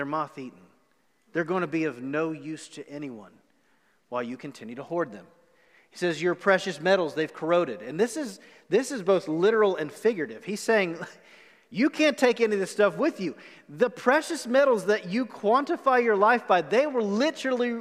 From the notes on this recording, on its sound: Recorded live on October 11, 2020 at The Fellowship in Nashville.